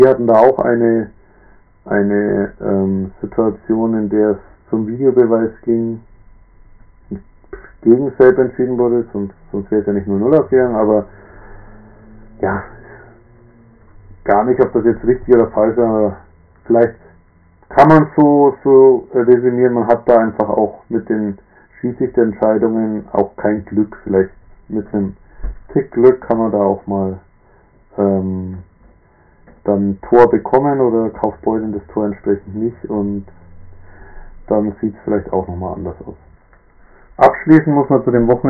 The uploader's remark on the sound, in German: Diesmal auf Grund von Terminen wieder allein. Leider nochmal mit Tonproblemen zu kämpfen, auch wenn er das Mikrofon wirklich nicht im Mund hat.